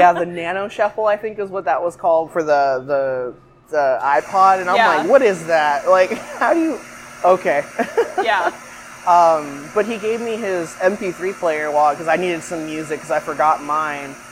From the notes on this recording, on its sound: Don't mind the coffee shop noises. This conversation happened to have some coffee grinding and doors squeaks as sound effects to add to the experience!